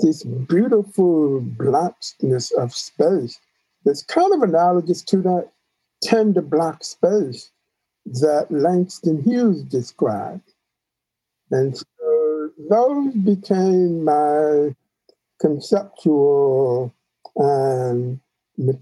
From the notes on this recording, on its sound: by Zoom